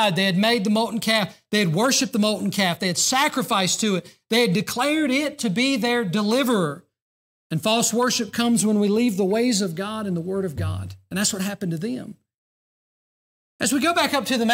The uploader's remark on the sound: during the Sunday morning service on February 18, 2024, at Southside Baptist Church in Mount Airy, NC.